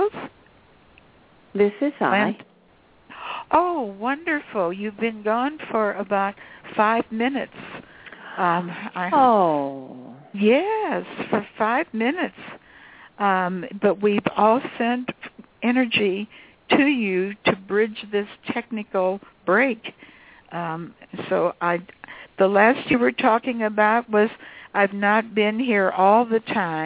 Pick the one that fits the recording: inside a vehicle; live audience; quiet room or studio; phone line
phone line